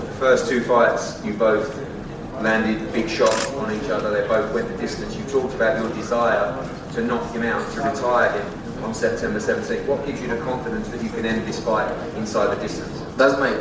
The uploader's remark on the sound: NYC Press Conference